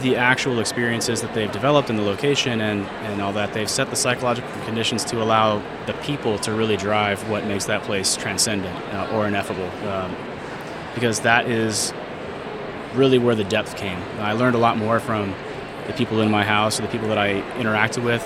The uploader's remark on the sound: Live from #IMEXAmerica